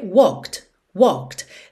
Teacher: esconde totalmente o E, já vai do K pro D